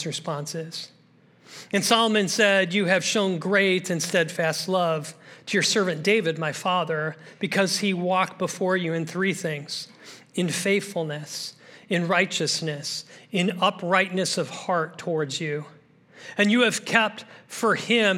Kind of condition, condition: setting, large echoing room